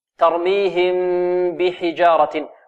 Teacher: ترميهم بحجارة، وهنا إخفاء يعني ليس هناك فرجة بين الشفتين في الميم، وإنما هو بإطباق الشفتين · Term: إخفاء شفوي